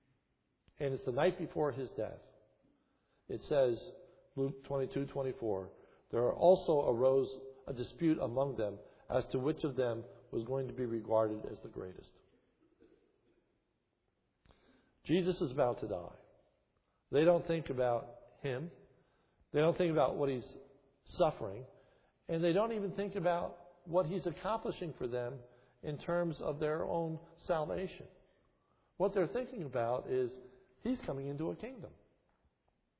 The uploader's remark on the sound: This is a sermon recorded at the Lebanon Bible Fellowship Church, in Lebanon, PA, on 4/17/2011 during the morning service. The sermon was given during Palm Sunday, 2011.